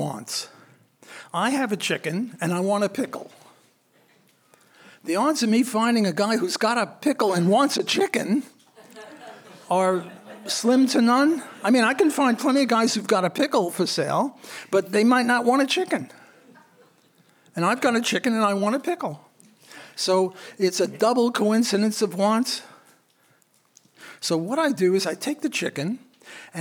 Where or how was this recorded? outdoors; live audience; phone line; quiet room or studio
live audience